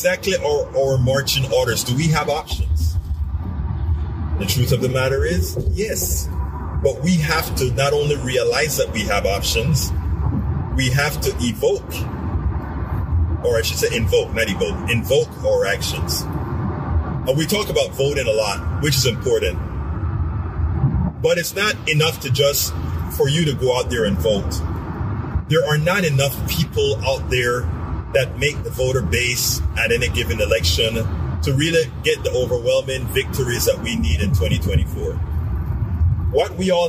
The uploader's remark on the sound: Politics Done Right was delivered while driving to an important press conference.